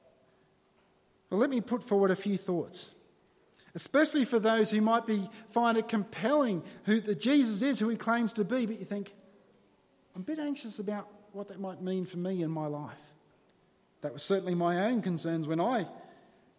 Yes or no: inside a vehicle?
no